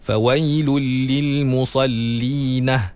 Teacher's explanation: Dia tambah ha di akhir ayat tu.